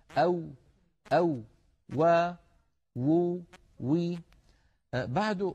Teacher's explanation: حرف يخرج من الشفتين ويصاحب ذلك تذبذب للوترين الصوتيين في الحنجرة · Term: الواو